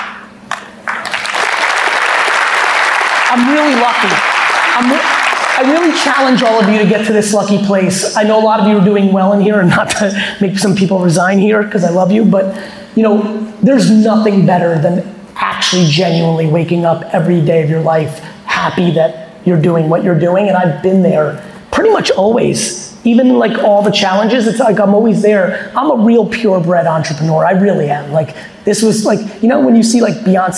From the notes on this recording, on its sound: a fireside chat I recently had in Houston, Texas